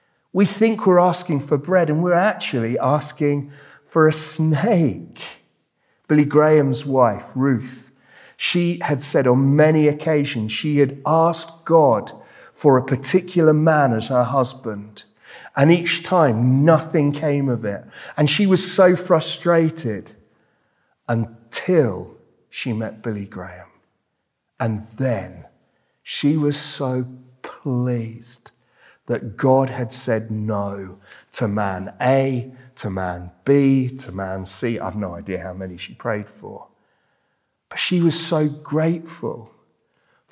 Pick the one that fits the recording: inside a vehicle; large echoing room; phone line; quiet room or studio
large echoing room